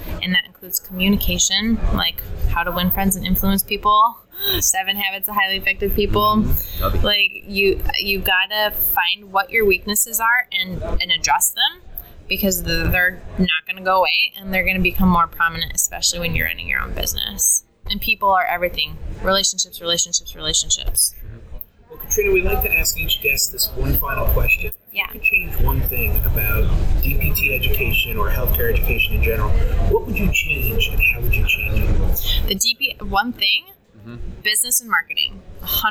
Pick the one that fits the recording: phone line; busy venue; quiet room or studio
busy venue